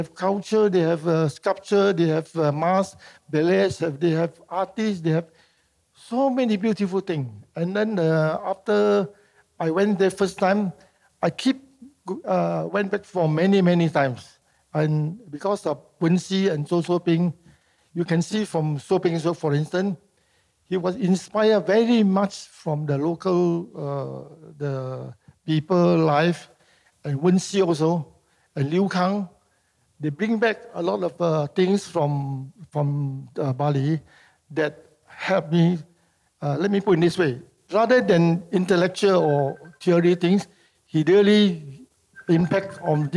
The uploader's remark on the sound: This conversation was recorded live in November 2018 at National Gallery Singapore .